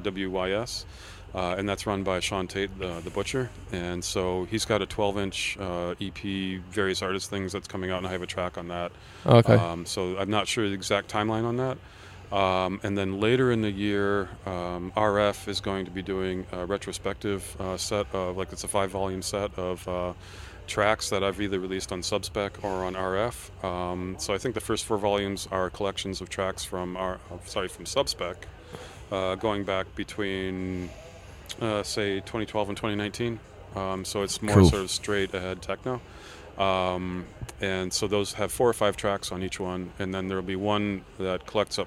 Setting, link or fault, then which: setting, busy venue